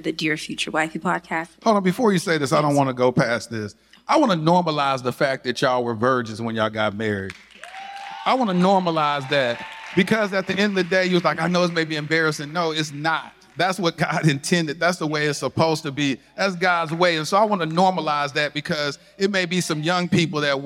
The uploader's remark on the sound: In this special live episode. Q&A from the audience.